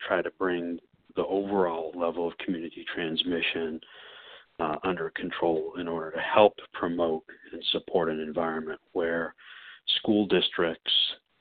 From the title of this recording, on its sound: Telephone Town Hall